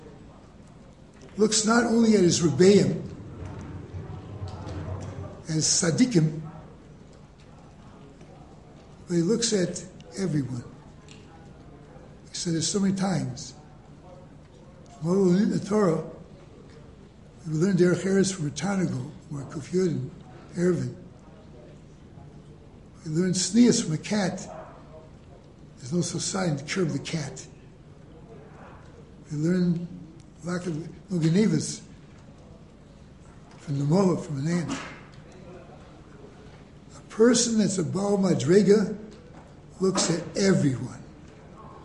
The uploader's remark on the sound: Delivered in the Glueck Beis Medrish